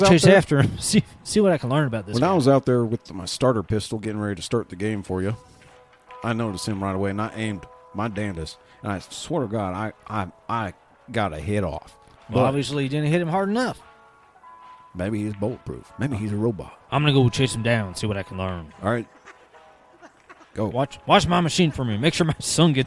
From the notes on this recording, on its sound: come to you live from Pistol Pete's Liquor Ranch